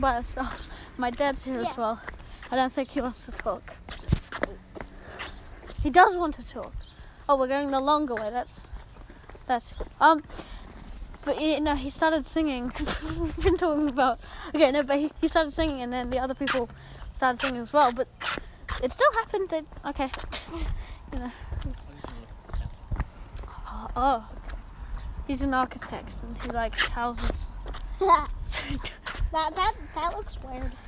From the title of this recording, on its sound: I Walk and Talk